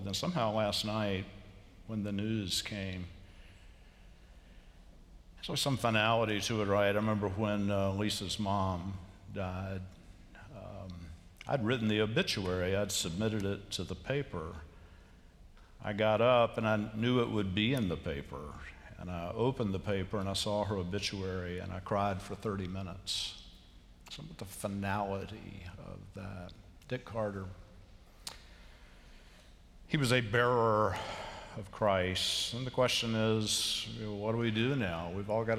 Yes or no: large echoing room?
yes